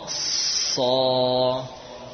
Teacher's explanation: sod itu bisa kita katakan sin yang punya sifat isti'la